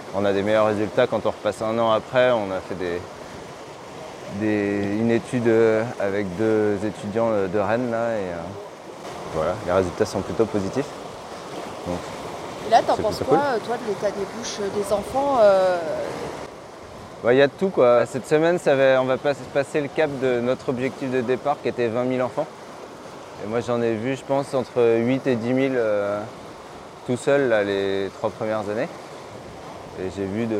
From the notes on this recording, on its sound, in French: l'épisode que j'ai enregistré lors de mon séjour en Bretagne pour passer une journée à bord du castor